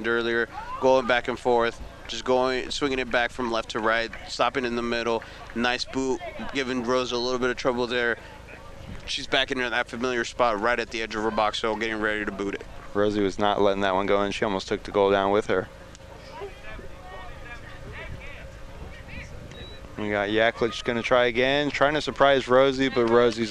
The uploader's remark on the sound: The Monmouth-Roseville Titans host the Bloomington Central Catholic Saints in a Class 1A Regional Championship match at Pattee Fields in Monmouth.